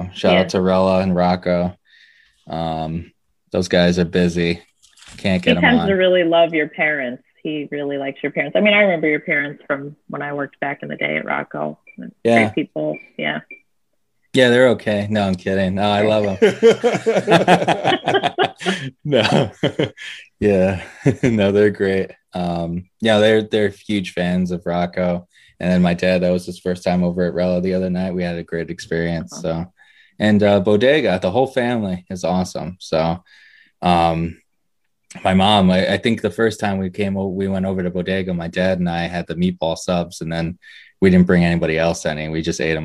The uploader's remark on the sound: Recorded Live on Zoom on 4/19/2021